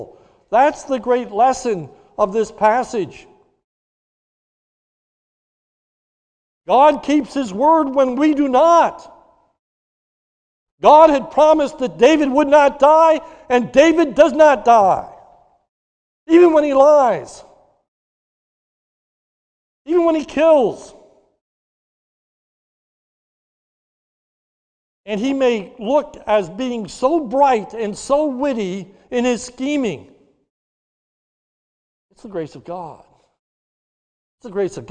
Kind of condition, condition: setting, large echoing room